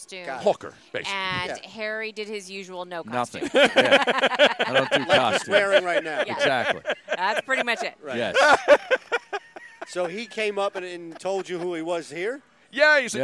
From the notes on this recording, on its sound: from Parx Casino LIVE